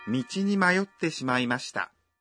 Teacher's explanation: Saat Anda mengucapkan mayotte, hentikan nafas untuk satu ketuk setelah mayo